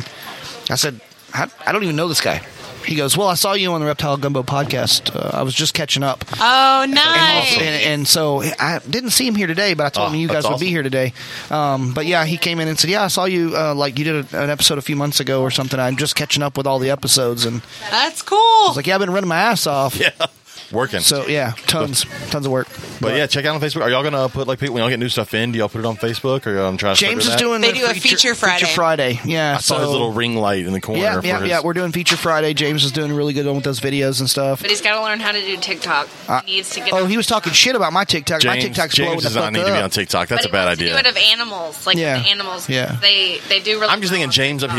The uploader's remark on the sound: This is a bonus episode we were able to record while at the HERPS Exotic Reptile and Pet Shop Grand Opening.